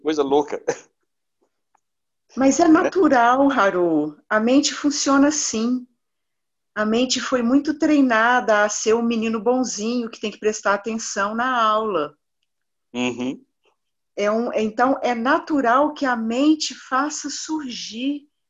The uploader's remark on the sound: Online via Zoom